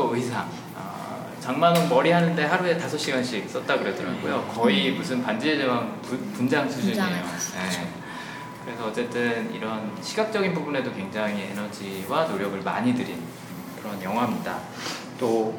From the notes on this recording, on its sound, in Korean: 7/22 홍대 상영회와 공개녹음에서 일부 참가자분들과의 대화를 라이브로 녹음한 에피소드입니다. 9분 가량 제 마이크가 꺼져서 목소리가 좀 작게 들리는 점 양해 부탁드립니다.